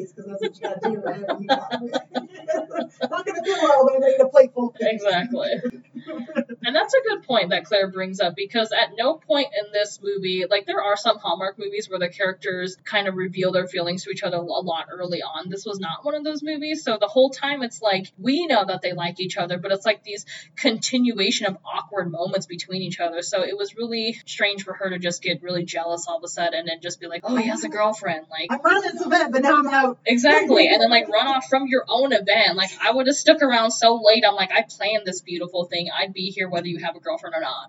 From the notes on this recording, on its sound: Sorry about the audio on this episode!